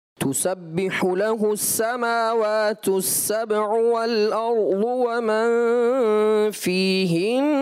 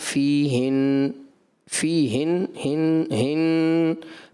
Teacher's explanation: چونکہ نون مشدد تھا تو وہاں پر آپ کو غنہ کی مقدار پورا کرنا چاہیے تھا · Shown in: first take · آپ کو یوں پڑھنا چاہیے تھا تسبح له السماوات السبع والارض ومن فیہن.